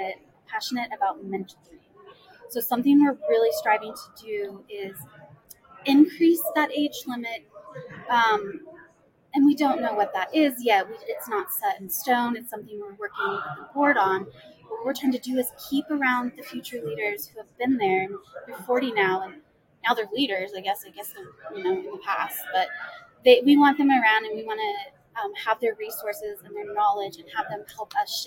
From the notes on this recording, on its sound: Live at the SIIA 2022 Engage Conference